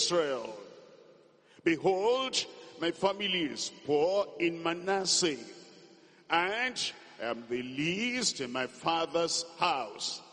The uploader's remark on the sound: This message was preached at a Workers Meeting at the The Deeper Life Bible Church Headquarters.